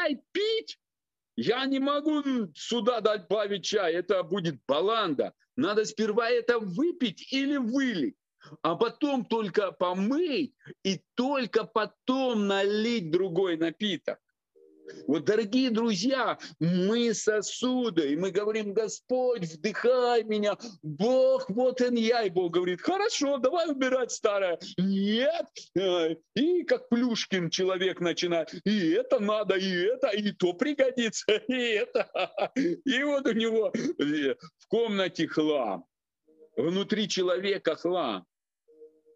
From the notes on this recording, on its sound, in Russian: Zoom-встреча с командой